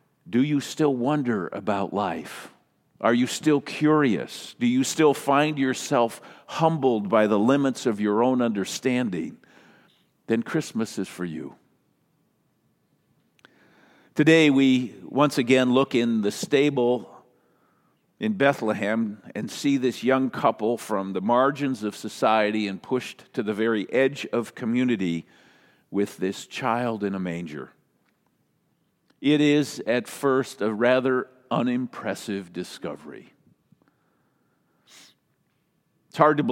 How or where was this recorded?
large echoing room